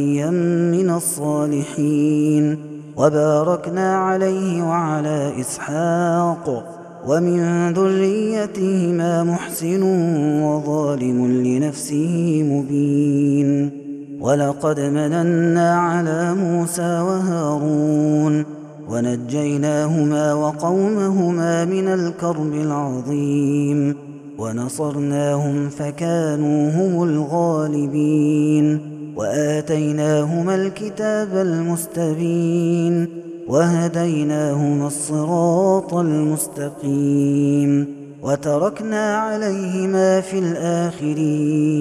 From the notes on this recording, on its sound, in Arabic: هذا التسجيل من صلاة التراويح. Ramadan 2021.